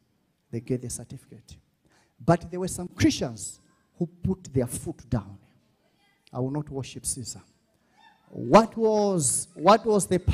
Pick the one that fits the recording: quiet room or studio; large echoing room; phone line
large echoing room